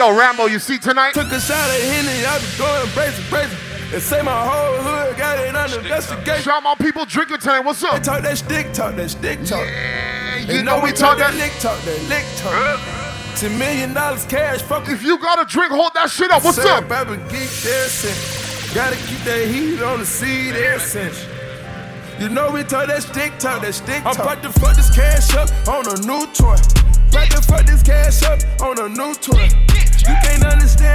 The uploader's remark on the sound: STRICTLY THE HIGHEST TORONTO - LIVE AUDIO. STRICTLY THE HIGHEST INSIDE DY BAR IN TORONTO.